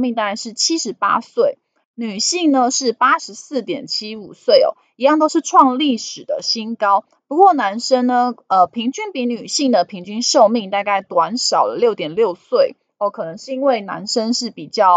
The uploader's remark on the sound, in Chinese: 本集有些許雜音，已亟力避免，如有察覺請多多包涵